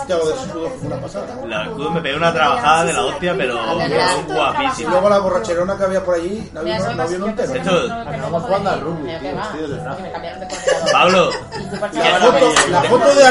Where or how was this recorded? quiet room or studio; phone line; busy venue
busy venue